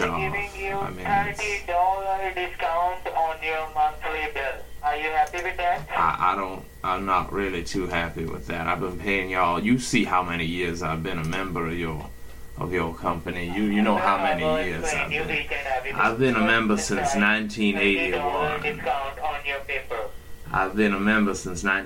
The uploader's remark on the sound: I kept one scammer group on the phone for over half an hour!